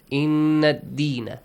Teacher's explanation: In nasal sound, also prolong it for two counts